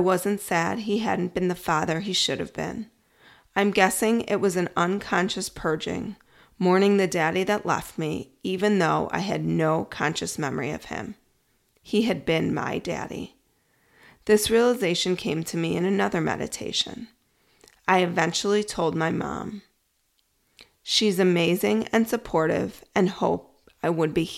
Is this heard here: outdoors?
no